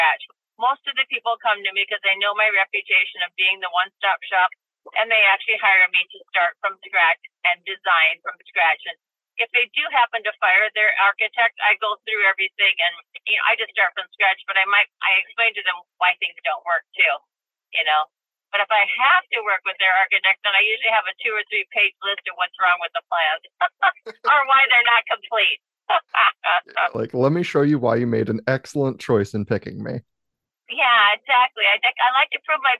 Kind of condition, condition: setting, inside a vehicle